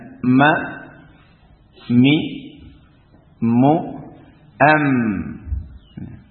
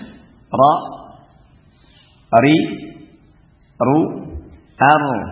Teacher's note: sifat yang tawassut antara rakhawah dan syiddah, tengah-tengah antara yang kuat dan yang lemah